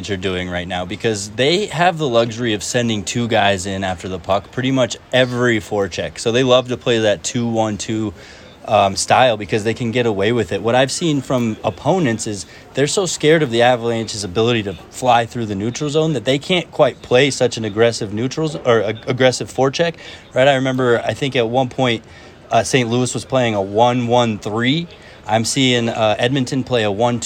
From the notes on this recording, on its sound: quick hit post-game live from Ball Arena edition of Hockey Mountain High